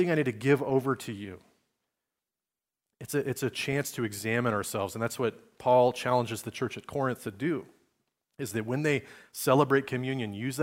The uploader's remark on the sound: Recorded on Sunday, December 10, 2023, at Liferoads Church in Spokane, Washington.